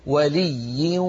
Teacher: ننطق واو ومعها غنة